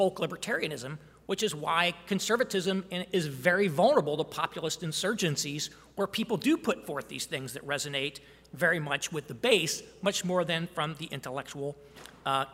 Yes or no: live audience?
yes